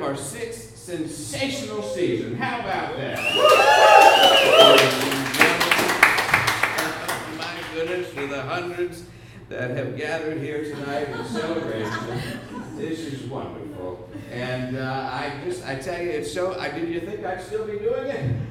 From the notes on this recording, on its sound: special season finale episode recorded live June 25th, 2014 at The PIT in NYC.